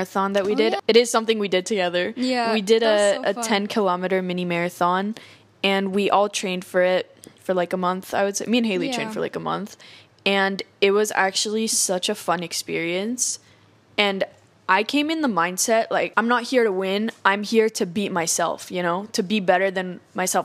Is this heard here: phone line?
no